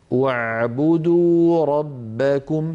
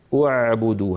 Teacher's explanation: لو أردنا أن نبدأ بعبدوا نبدأ بها بضم الهمزة: اعبدوا ربكم بهمزة مضمومة.